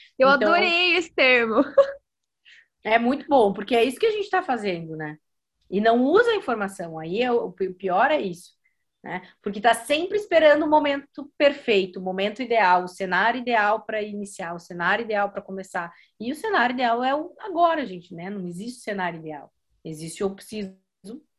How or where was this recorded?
video call